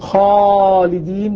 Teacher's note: فخمت الألف تبعا للخاء